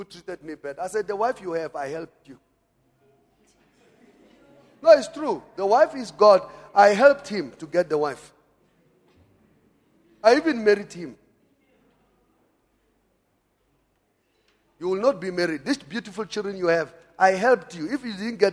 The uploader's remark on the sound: Preached at Emmanuel Christian Church, Arcadia Campus.